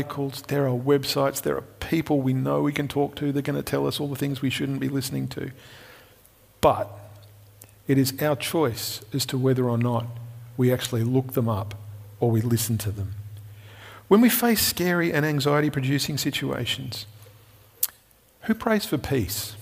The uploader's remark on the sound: Recorded at Restore Church on September 6th, 2021